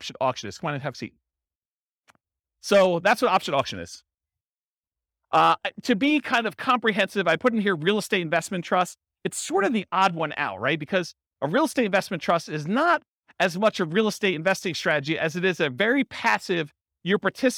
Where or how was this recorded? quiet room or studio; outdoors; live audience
live audience